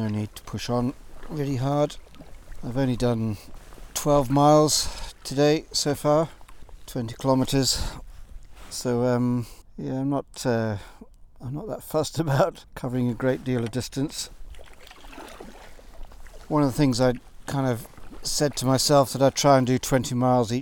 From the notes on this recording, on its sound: This episode was recorded live in my sea kayak as I explored Upper Loch Torridon on the north west coast of Scotland.